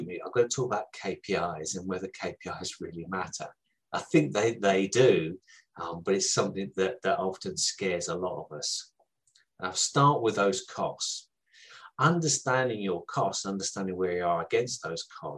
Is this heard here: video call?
yes